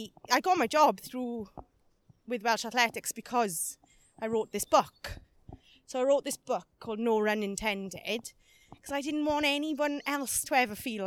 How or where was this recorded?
outdoors